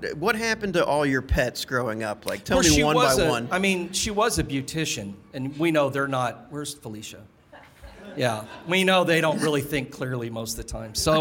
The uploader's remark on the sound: Live From Dead of Winter 2024